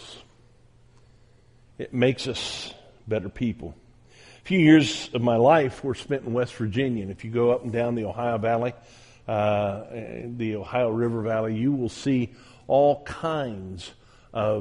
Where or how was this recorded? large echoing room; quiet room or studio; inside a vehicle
large echoing room